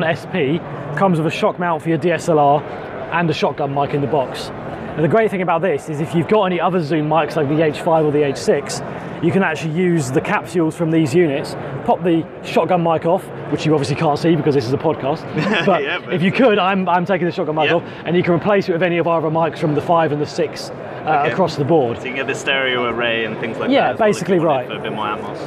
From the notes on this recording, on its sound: This is from when I was at BVE expo today in London